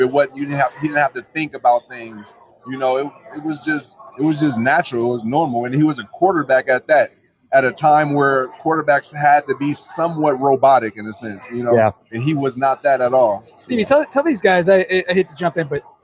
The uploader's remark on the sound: For a conversation recorded live at Imperial Pizza. Imperial Pizza (1035 Abbott).